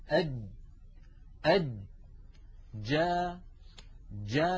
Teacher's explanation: هكذا الجيم العربية الفصيحة، أد أد جا جا. لما نقول جا يكون المخرج مقفولا تماما ثم ينفتح